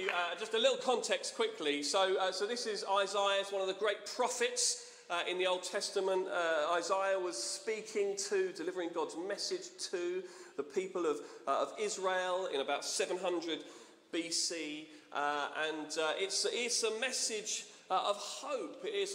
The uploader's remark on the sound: Streamed live at St Paul's Shadwell on Sunday, 3 December 2023